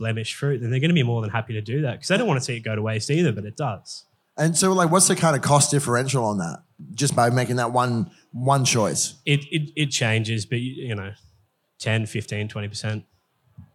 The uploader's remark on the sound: This episode is a recording of an interesting one on one chat I had up in Brisbane last month for Paramount Liquor’s Future Proof event